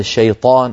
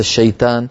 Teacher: الطاء يجب أن تكون مفخمة · Shown in: first take